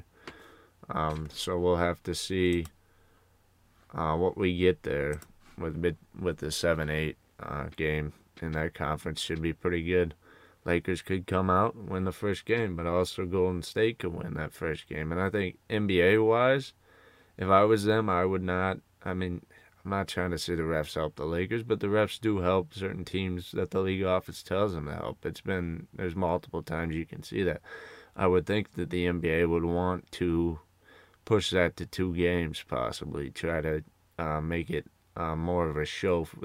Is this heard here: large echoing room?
no